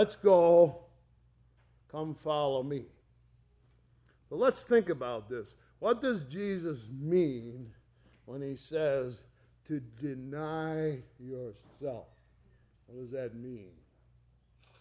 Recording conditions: large echoing room